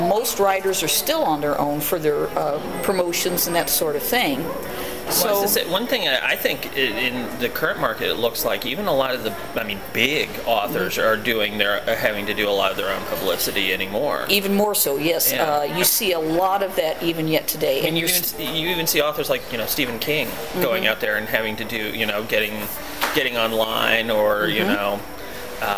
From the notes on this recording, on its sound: Necronomicon 2012 was winding down. You can hear some background sounds from people in the hotel lobby coming and going, but we persevered.